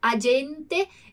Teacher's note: Eu vou colocar o N, eu vou colocar a língua para pronunciar o N também ali no céu da boca